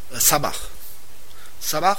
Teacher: Wenn das H am Ende einer Silbe steht, spricht es sich wie CH im Deutschen aus. Ein Ch-Laut.